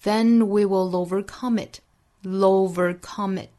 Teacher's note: will 和 over 之间小的舌侧音的连读带出来